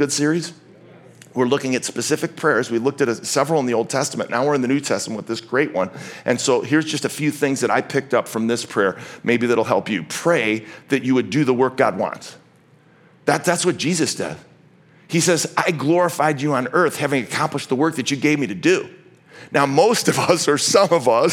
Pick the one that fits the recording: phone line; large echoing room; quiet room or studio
large echoing room